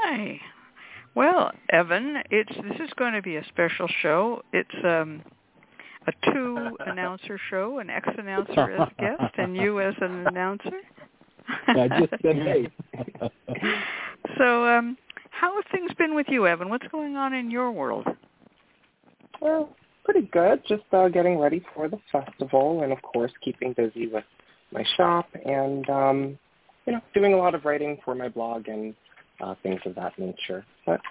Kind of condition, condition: link, phone line